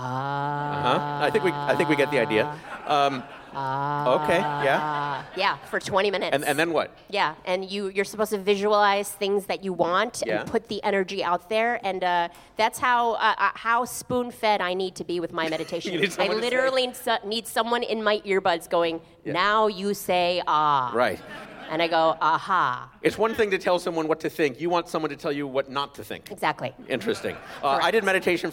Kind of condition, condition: setting, busy venue